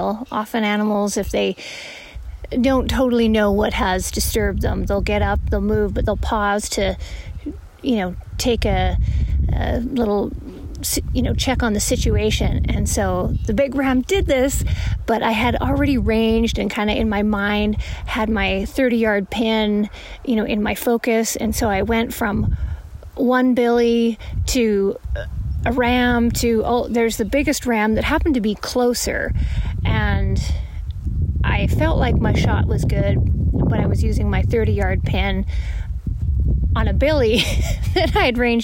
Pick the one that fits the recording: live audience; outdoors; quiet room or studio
outdoors